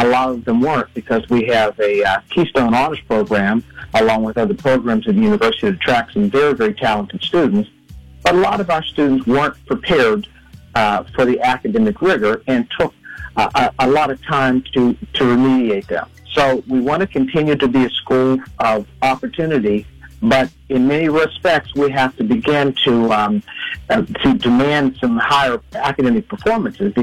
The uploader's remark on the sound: called in to share the good news